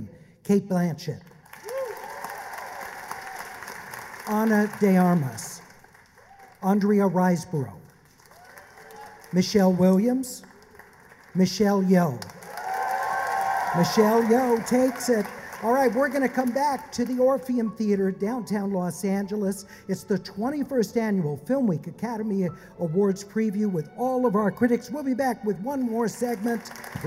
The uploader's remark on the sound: LAist film critics are live at the Orpheum Theater in DownTown Los Angeles.